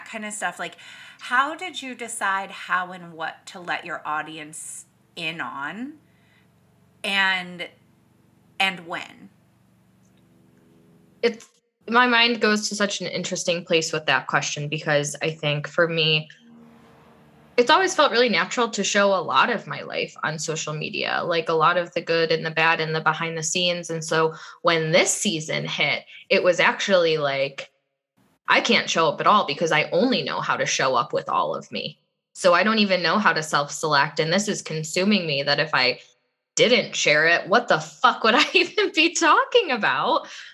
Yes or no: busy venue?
no